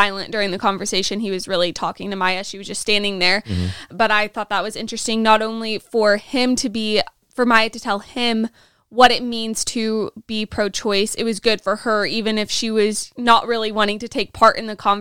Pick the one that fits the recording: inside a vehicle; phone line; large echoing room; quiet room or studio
quiet room or studio